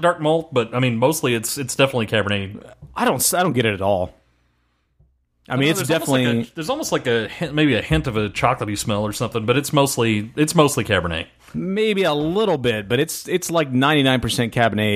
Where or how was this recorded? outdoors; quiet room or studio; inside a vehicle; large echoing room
quiet room or studio